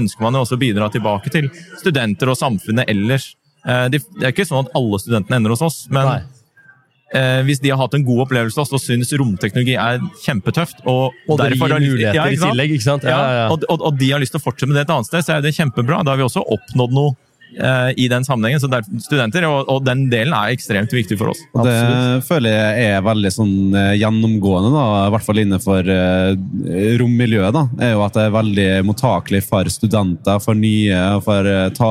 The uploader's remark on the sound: S4 EXPO LIVE.